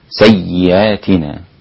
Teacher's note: إذا وقف حمزة على سيئاتنا فإنه يقف عليها بتسهيل الهمزة